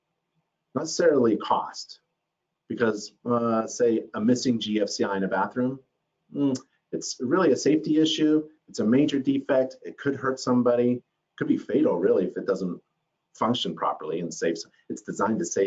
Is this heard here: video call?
yes